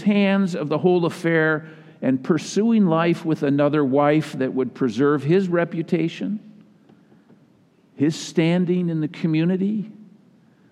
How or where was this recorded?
large echoing room